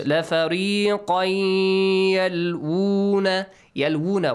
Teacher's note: You merged the sound. You join qaf, the tanween of qaf, into the letter ya, right? And the noon sound disappears. Lafariqai. And make sure it has a ghunna with it, a nasal sound, and also two beats. · Term: Idgham